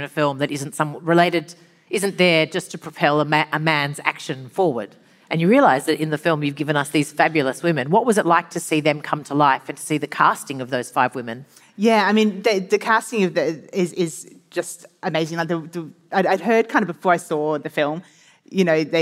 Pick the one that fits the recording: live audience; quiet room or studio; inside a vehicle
live audience